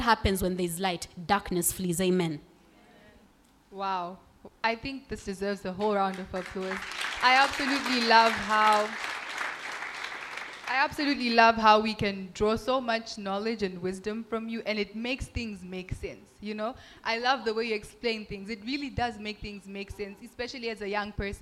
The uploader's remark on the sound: In front of a live audience at the Young Adults Conference 2022.